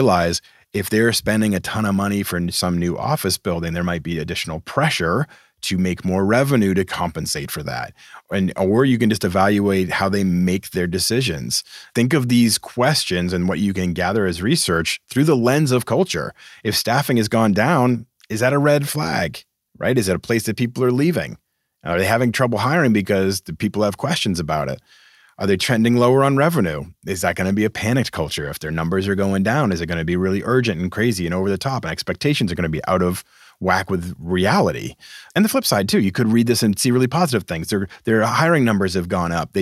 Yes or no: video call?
no